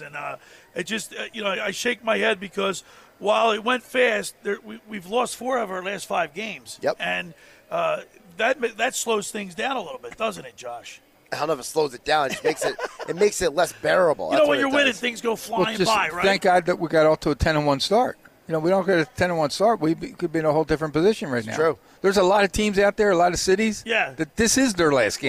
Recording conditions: busy venue